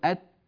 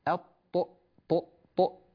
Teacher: قولوا معي أيضا أت، لو جربنا ذلك نجد أن التاء تخرج من نفس المكان. فالتاء مع الطاء تسمى متجانسة، يسميان متجانسين لأنهما يخرجان من مخرج واحد. طيب المتجانسان إذا كان الأول منهما تاء وكان الثاني منهما طاء، فإن التاء تدغم في الطاء، تدخل فيها وينطق معنا نطق واحد.